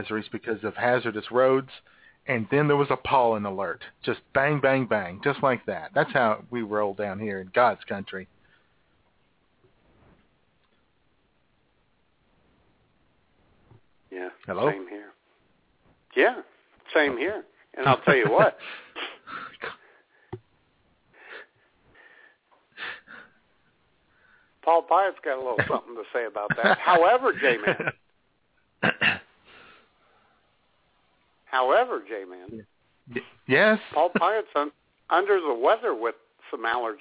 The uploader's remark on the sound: Your phone calls as IWS Radio ushers in an early Spring by spreading the fertilizer of funny onto the front lawn of Blog Talk Radio.